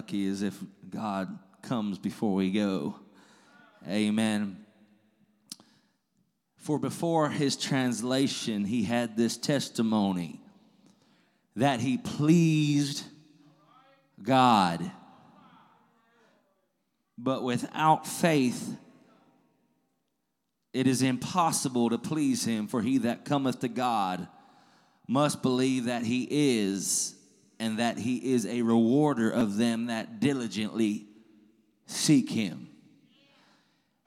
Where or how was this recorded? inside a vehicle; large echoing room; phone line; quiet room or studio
large echoing room